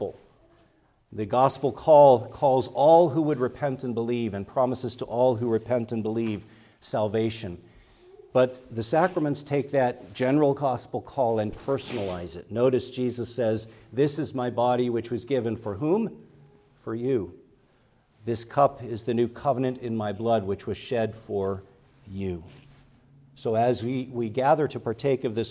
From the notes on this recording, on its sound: preached at Grace Orthodox Presbyterian Church in Sewickley, PA, during the morning Worship Service on Sunday, November 12, 2023